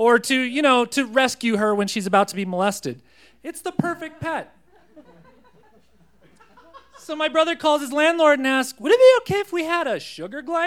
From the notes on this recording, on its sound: These stories were recorded live at Buntport Theater on September 17, 2014.